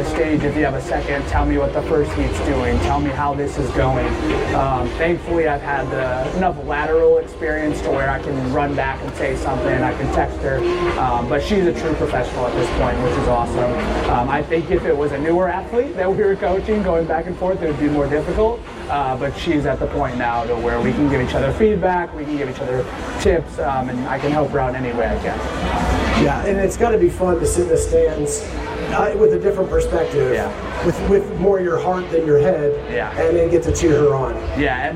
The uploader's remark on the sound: Bonus Episode LIVE!!! From Wodapalooza